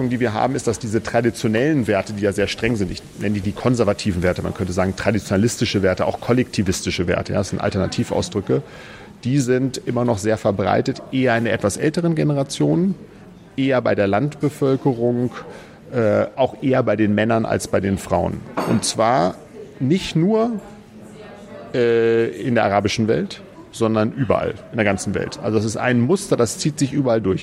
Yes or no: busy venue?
yes